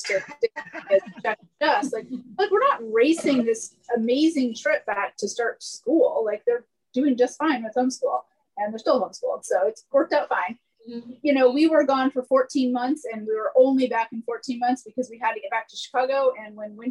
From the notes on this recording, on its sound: The recorded Open Q&A session from the recent Virtual Spring Rendezvous. Takes questions from attendees on all things related to the Great Loop!